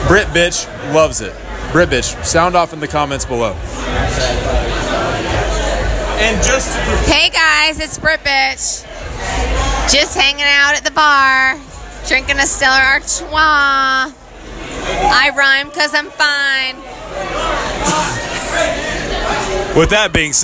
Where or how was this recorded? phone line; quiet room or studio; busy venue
busy venue